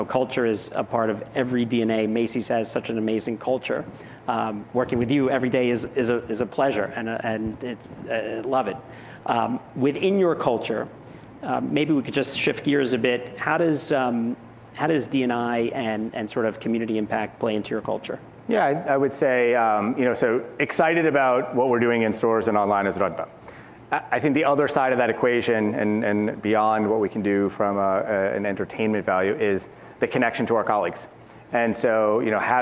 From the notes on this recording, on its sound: In this episode of Uncommon Thinking, originally recorded at Advertising Week New York.